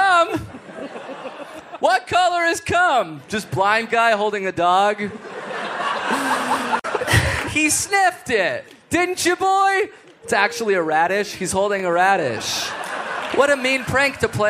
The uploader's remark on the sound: Live From Toronto! Live from Just For Laughs comedy fest in Toronto!